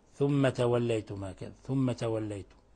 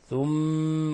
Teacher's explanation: ثم حرف غن مشدد، لابد من الكز على الميم، ولابد من غن من الخشوم · Shown in: second take